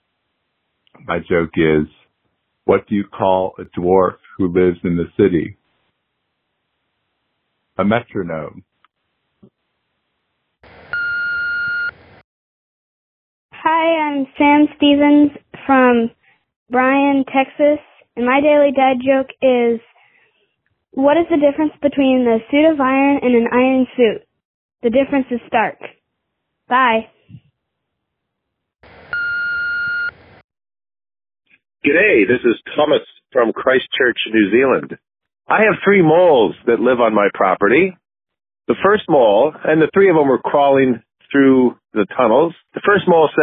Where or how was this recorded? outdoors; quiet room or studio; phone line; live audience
phone line